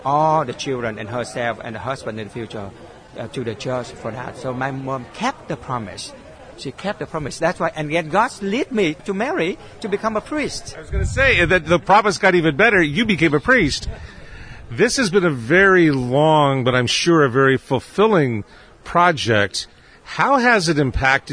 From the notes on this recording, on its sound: MEDIA DAY AT OUR LADY OF LA VANG SHRINE. We’re going to leave our broadcast facility in the Tower of Hope and take our mobile studio outdoors. Recently joined in the outdoor festivities at Christ Cathedral for media day.